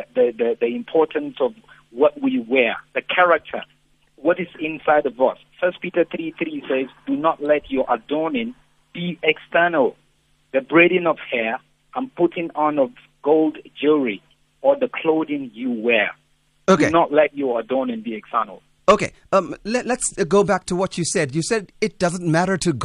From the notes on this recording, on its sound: Guest on the phone